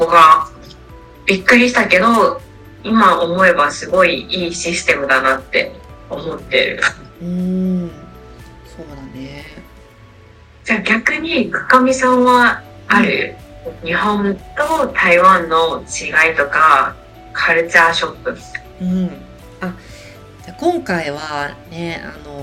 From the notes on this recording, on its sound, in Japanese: 今回はオンラインで収録しましたため、音質が悪くて申し訳ございません。